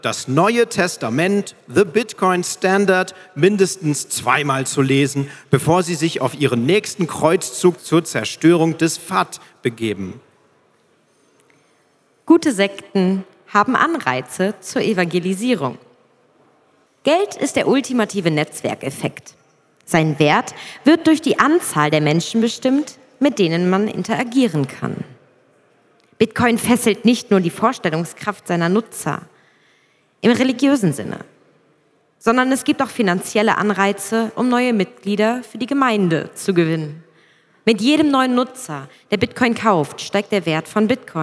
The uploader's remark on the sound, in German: Live gelesen bei der Bitcoin Zitadelle 2022